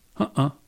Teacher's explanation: In ha'a, that laconic substitute for no, a schwa is nested each side of a glottal.